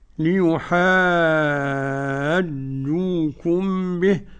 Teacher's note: مد لازم كلمي مثقل، ومده ست حركات ولا ينقص عن ست حركات